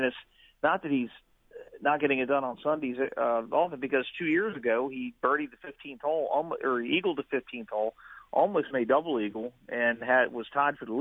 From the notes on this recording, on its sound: Are in the studio. Calls in from Hilton Head.